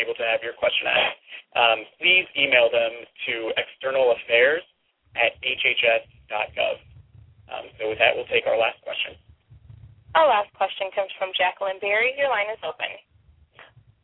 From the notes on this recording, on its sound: This is a rebroadcast of the live feed from Thursday, October 20th 2011 conference call